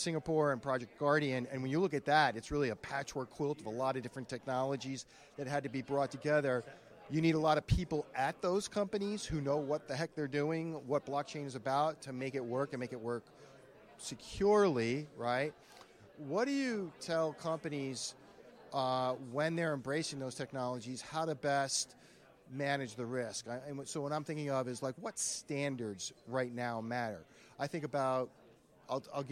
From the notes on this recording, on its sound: video podcast interview recorded during the Institutional Digital Assets Forum event in Boston on December 4th, 2023